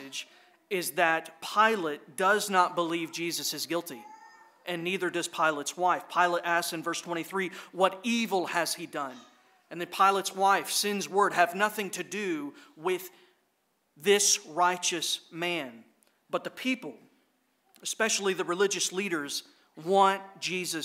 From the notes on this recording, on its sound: This was an edited recording of LBC's Good Friday service.